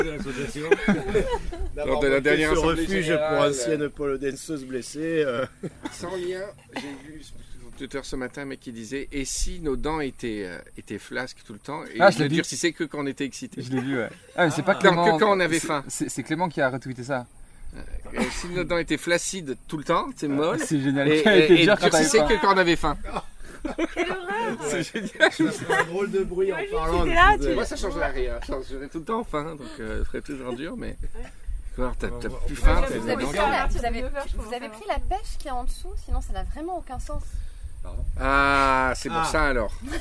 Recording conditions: outdoors